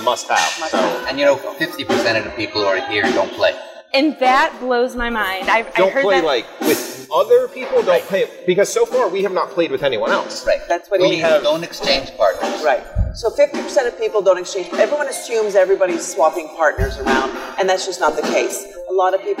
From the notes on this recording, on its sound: Join us on location at Hedonism II Resort on Negril Beach, chatting with some first timers.